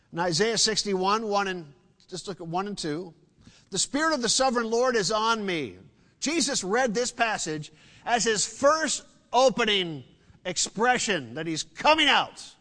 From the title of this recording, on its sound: Sunday Service